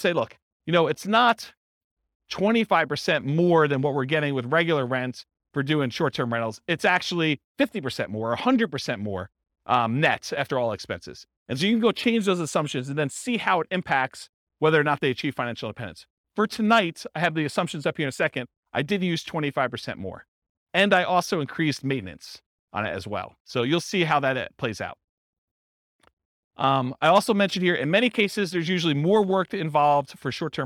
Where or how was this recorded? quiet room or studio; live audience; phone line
live audience